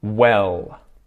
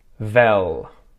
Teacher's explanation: The W sound in words like when and what and where and when, You're saying a little bit like a V sound. So instead of saying well, you said vel.